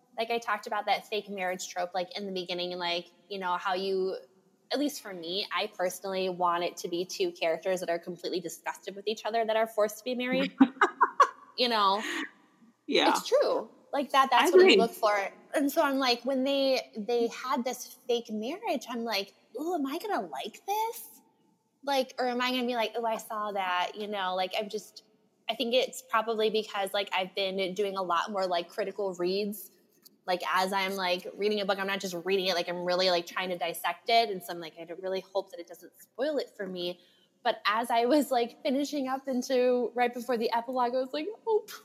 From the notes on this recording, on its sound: The sound on Podbean live is awful so we will be using a different recorder in the next podcast. Apologies for the sound quality.